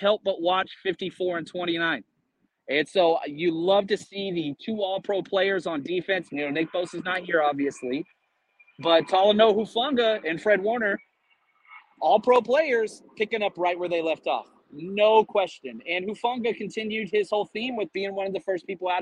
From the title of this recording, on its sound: Live from Levi’s Day One